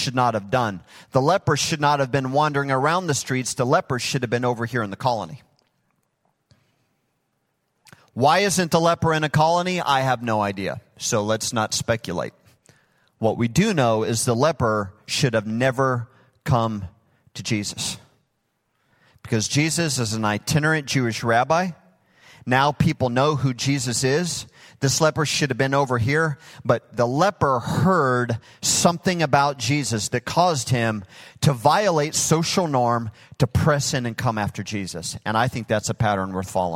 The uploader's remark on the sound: Recorded live at Hope Church in Springfield, Mo.